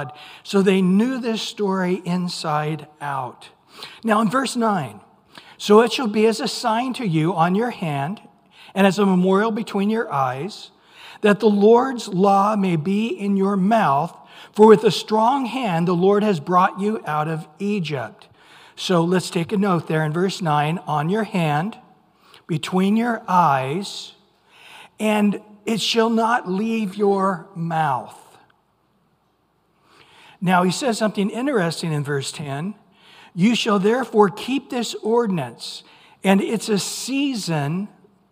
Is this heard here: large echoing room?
yes